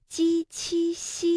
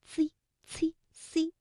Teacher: 大家要把舌面拢起来，而不是舌尖用力 · Shown in: first take · Term: 舌面音